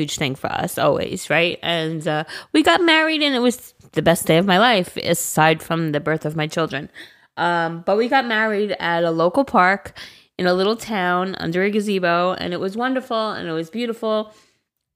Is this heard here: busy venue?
no